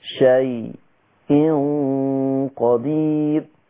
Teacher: سكت على الياء قبل الهمزة اللي هي الياء اللينة